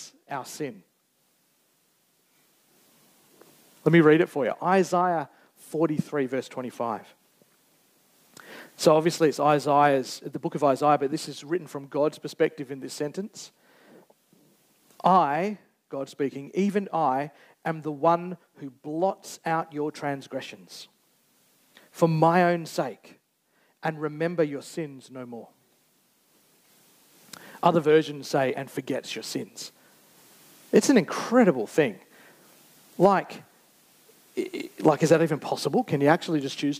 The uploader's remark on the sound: Recorded Live on 19th November 2023. Geraldton Baptist Church.